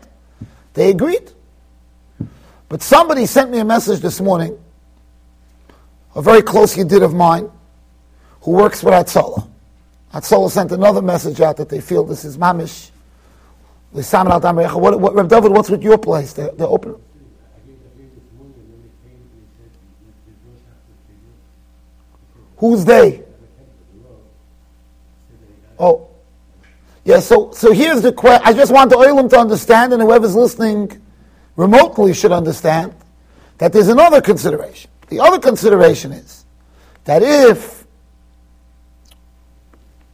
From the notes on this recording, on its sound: Shiur recorded in Yeshivas Ohr Reuven, Monsey NY